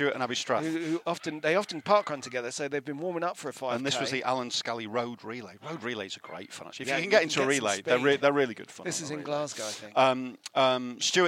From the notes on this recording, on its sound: take their new recorders for a freezing cold, snowy trot round Hampstead Heath, featuring little birds singing and small dogs yapping